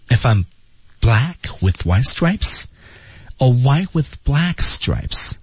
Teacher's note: If I'm black K 失去爆破，if I'm black with whitestripes，with。那么和后面的 Y 之间会有小冲撞，是训练的另外一个难点。If I'm black with white stripes